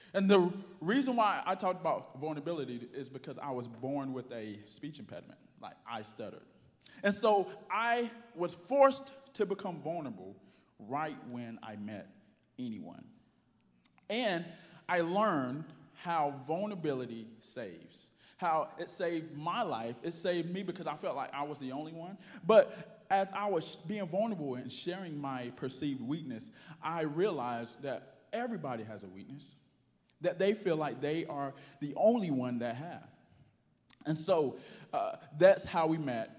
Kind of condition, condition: setting, large echoing room